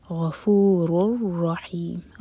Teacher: را کی تنوین کے بعد را تو ادغام بغیر غنہ کے غفور رحیم را ہیوی ہا حلق سے اور میم کو ساکن